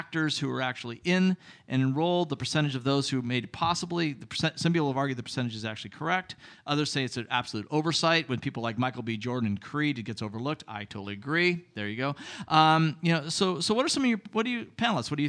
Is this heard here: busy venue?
yes